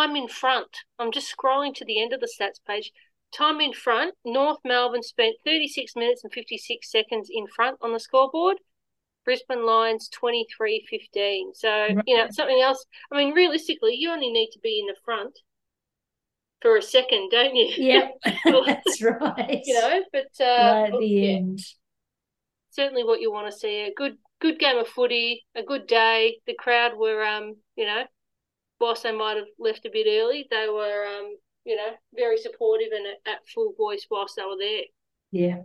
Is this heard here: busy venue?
no